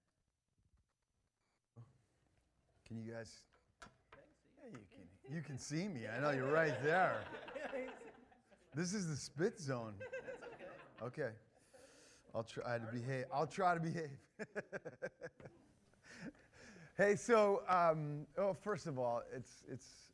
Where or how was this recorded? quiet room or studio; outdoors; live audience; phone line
live audience